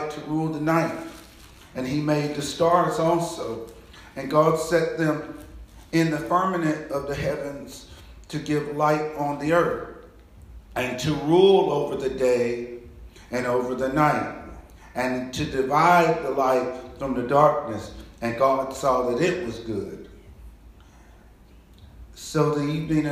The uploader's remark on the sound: Message delivered to Rock of Salvation Church